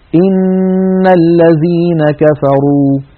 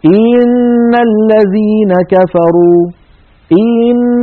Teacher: يعني مثلا لما نقول إن الذين كفروا، إن هنا الهمزة مكسورة فلها زمن، لكن لو بالغنا وقلنا إن الذين كفروا إن، فكأنه صار بعد الهمزة المكسورة ياء · Shown in: second take · Term: الإدخال